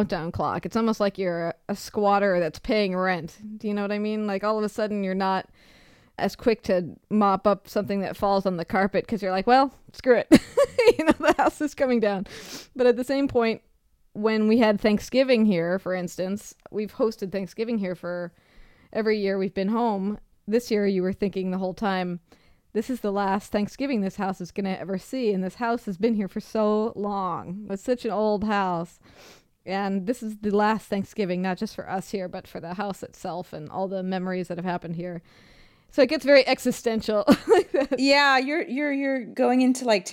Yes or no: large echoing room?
no